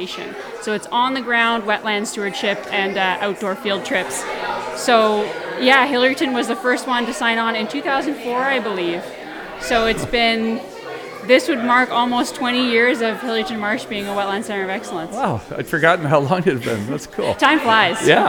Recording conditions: busy venue